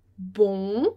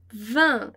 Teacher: bon vai fazer essa boca redonda e vin vai fazer o sorrisinho lá